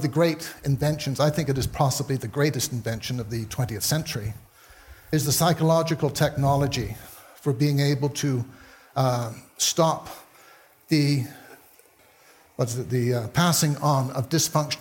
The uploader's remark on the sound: taken from the Buddhist Geeks Conference in 2012